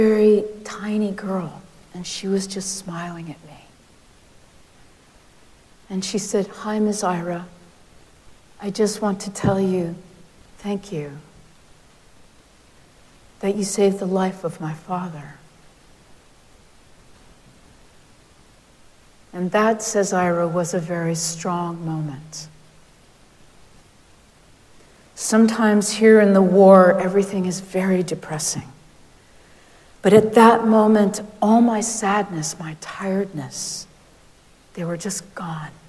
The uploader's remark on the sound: Recorded live at Arlington Street Church